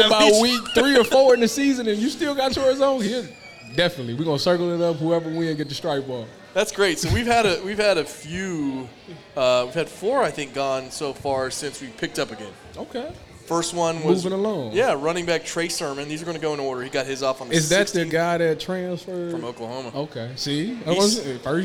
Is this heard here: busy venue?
yes